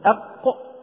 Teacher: القاف من أقصى اللسان من اللهاه جهة الحلق مع أعلى الحنك